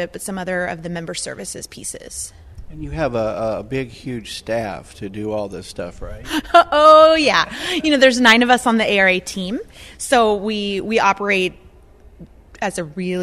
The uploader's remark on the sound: Interviews from ARA Conference & Expo